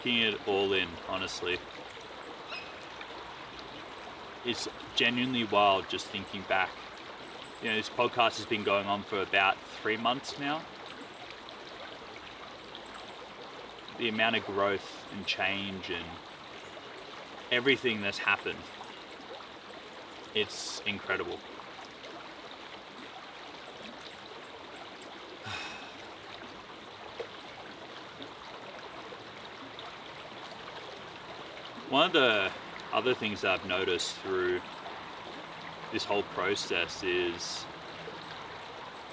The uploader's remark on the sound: travelled to the Dandenong Ranges in Victoria and recorded out in nature